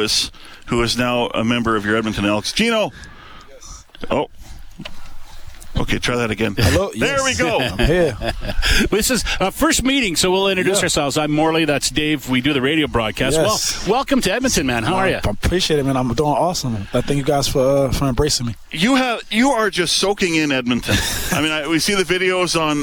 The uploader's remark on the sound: LIVE from Commonwealth Stadium